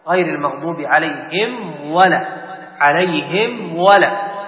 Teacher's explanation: ميم ساكنة جاء بعدها واو، والواو من حروف الإظهار الشديد الذي ينبغي أن يراعى، ولا يقال عليهم ولا، عليهم ولا، حتى يحصل هناك نوع من الإخفاء، إنما يظهر عليهم.